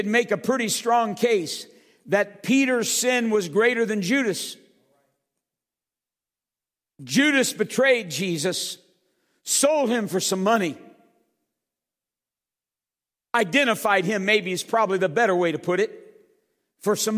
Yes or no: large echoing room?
yes